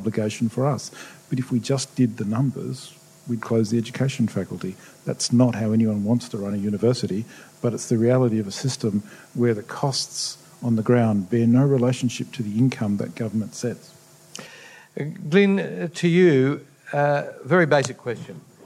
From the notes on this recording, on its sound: The Policy Shop podcast and the Grattan Institute co-hosted a special Policy Pitch event at the State Library Victoria. This recording has been edited for duration.